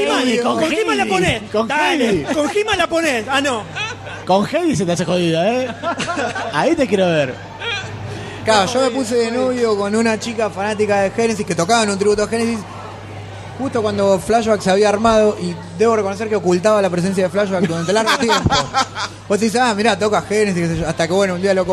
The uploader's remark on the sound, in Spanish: grabado IN THE FLESH, en vivo y en directo desde la PopCon 2014